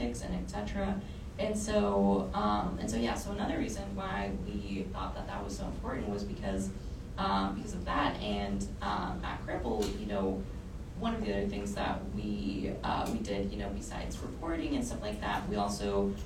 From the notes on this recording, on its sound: Tunes in live from Austin, TX at the IGNITE Norma K. Stone Young Women Run Texas 2023 conference.